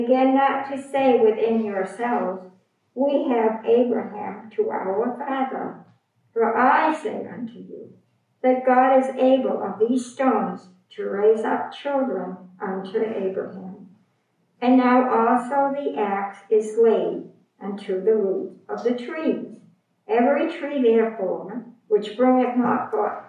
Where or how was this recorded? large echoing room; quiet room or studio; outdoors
large echoing room